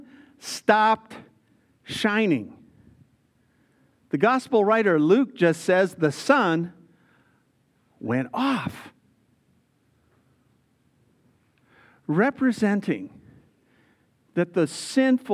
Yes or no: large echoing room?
yes